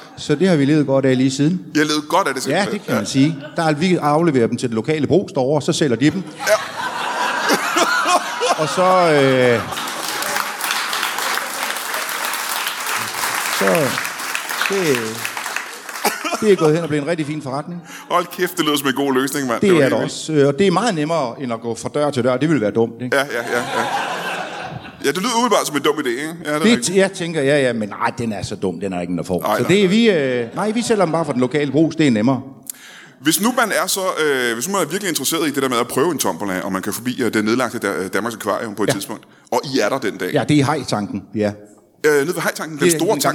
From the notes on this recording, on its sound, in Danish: LIVE fra Anarkist i Odense. Optaget live foran et mesterligt publikum på Anarkist i Odense.